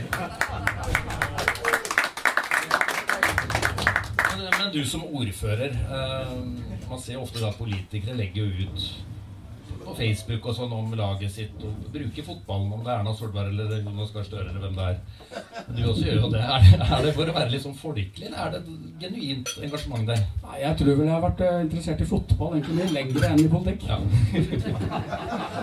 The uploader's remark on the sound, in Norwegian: Live på Kroa. Livepodkast på Kroa i Horten.